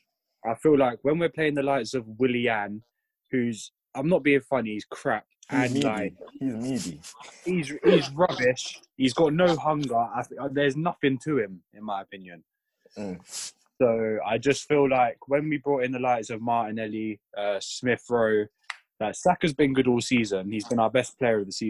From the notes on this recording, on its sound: Today I got together with some of my friends. AUDIO WAS RECORDED OVER ZOOM, PLEASE EXCUSE ANY AUDIO HITCHES.